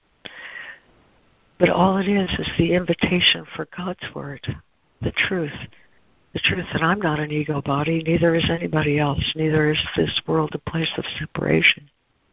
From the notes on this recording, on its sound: ACIM Daily Conference Call